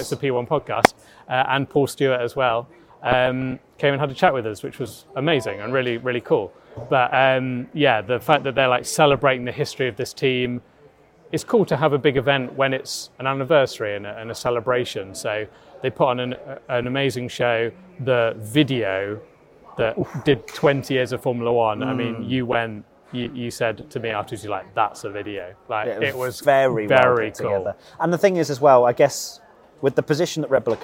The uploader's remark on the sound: We're coming to you live from Red Bull's launch